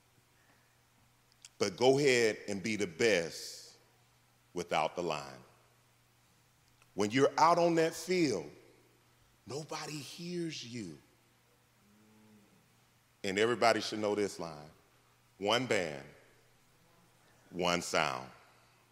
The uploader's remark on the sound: This message was delivered on February 11th 2024 at New City Fellowship West End in St. Louis, MO.